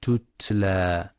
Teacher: ينتبه القارئ لهمس وشدة التاء